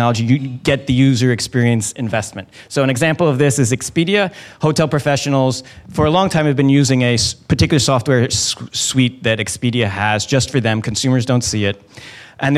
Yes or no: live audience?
yes